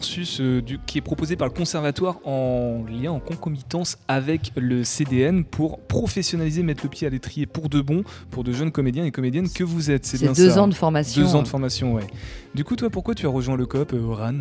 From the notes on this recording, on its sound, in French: Ce soir, Topette se déplace jusqu'au Quai pour une émission spéciale en direct du lieu de culture angevin qui borde la Maine.